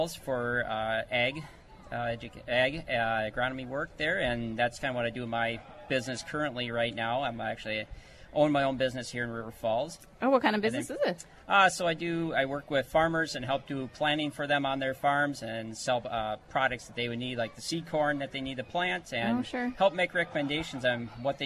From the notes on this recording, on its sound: broadcasts live from the annual Bacon Fest in River Falls